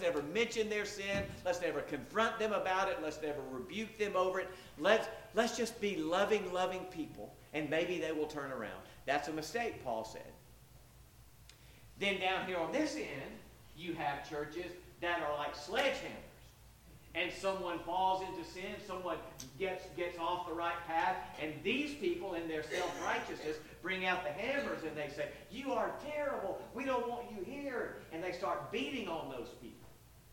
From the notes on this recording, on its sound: Sorry if there are technical issues (low volume) with this one.